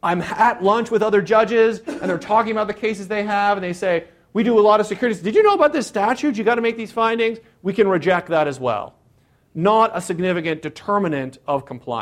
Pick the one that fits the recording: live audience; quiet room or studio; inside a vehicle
live audience